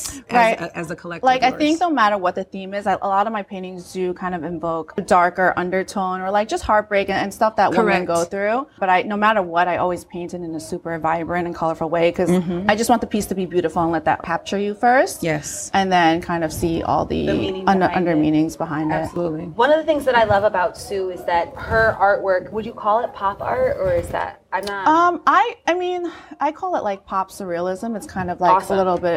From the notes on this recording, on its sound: Coming to you live from the Perez Art Museum Miami during #MiamiArtWeek. For a mini episode in front of a live episode.